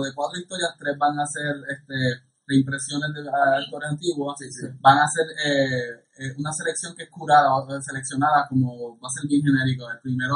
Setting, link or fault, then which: fault, poor sound quality